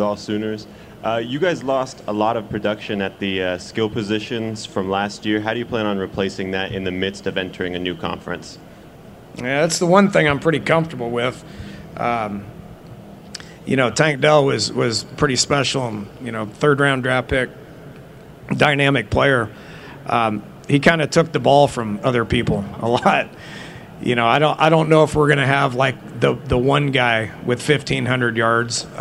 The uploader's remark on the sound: press conference at Big 12 Football Media Days